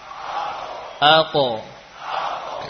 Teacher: Ya, suaranya terangkat ke atas. · Term: huruf qalqalah